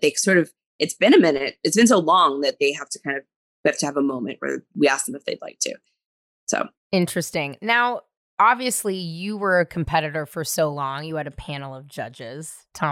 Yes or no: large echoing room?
no